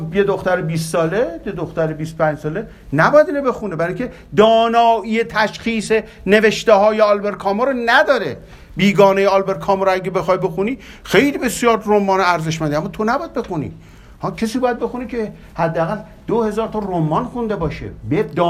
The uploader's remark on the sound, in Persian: این قسمت از پادکست «یک نفس زندگی» در سکی از جلسات دورهمیهای هفتگی.